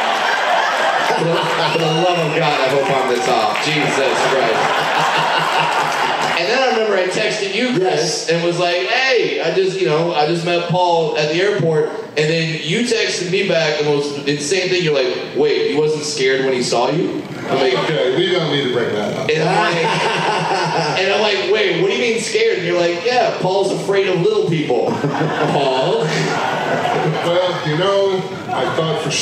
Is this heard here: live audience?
yes